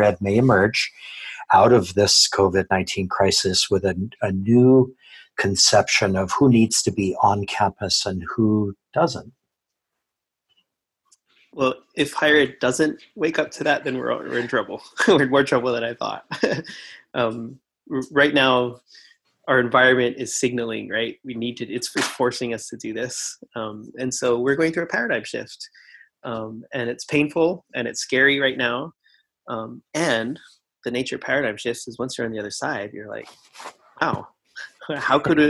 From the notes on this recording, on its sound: Just as the Covid-19 “shelter-in-place” lockdown began in Hawaiʻi. What we planned to do in person suddenly had to be done via Zoom. The resulting audio is pretty sketch.